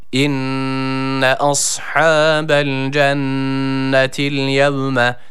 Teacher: Cennet kelimesindeki şeddeli olan nun harfini birazcık tutuyoruz. Gunneli bir harf olduğu için hemen bırakmıyoruz.